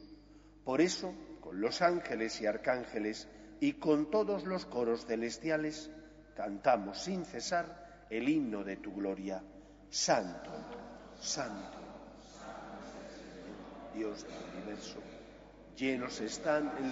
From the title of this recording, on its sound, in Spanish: Santa Misa del martes 21/3/2023, Iglesia de María Virgen Madre